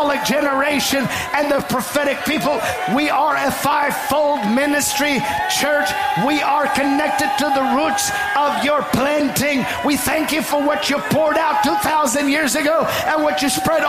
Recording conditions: large echoing room